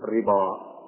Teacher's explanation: وقرأه الباقون بالتفخيم ربا لفتحة الباء